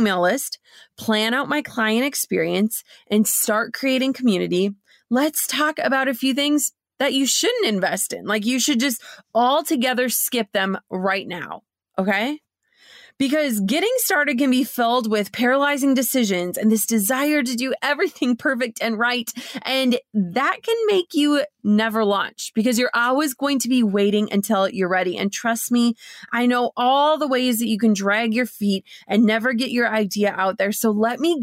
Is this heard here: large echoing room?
no